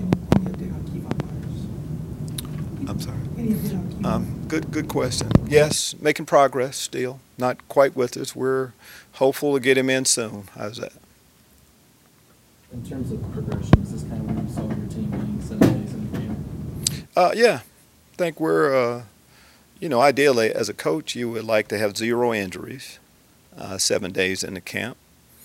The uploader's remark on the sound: media day press conference